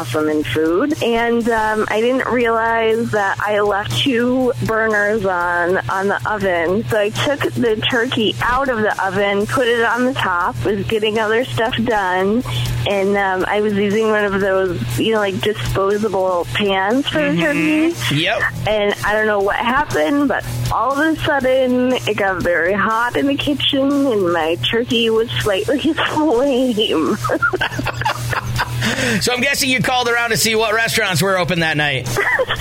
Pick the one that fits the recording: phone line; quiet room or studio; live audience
phone line